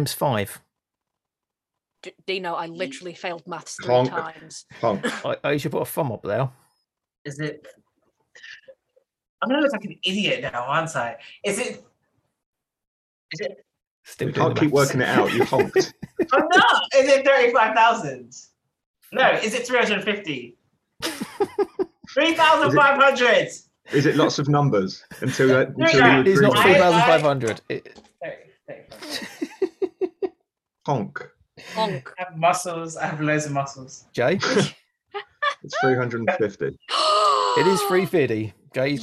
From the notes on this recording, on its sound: a terribly recorded podcast